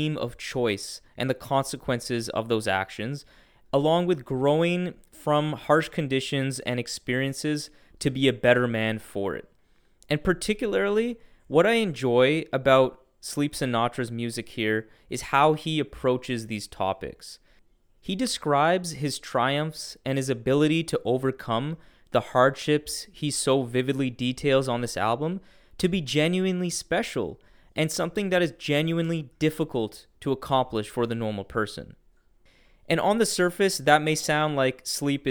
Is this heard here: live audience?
no